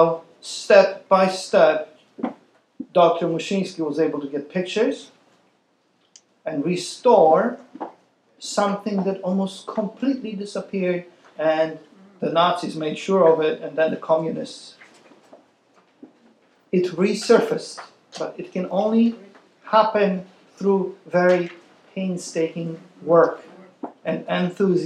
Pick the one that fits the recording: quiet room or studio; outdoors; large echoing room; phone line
large echoing room